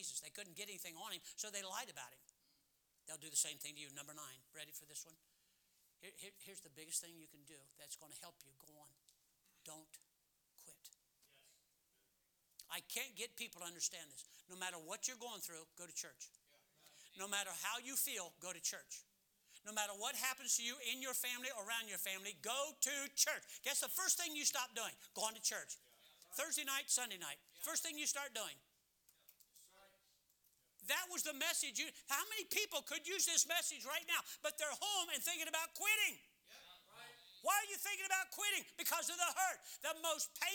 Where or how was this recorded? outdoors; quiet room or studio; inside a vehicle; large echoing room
large echoing room